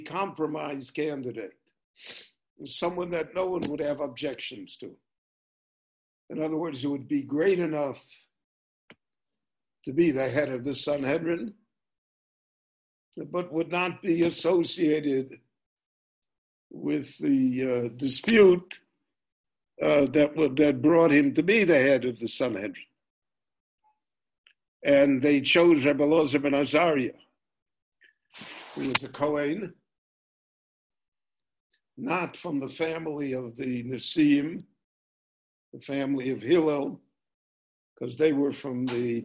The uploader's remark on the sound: This lecture was recorded LIVE via Zoom in Jerusalem on July 19, 2020.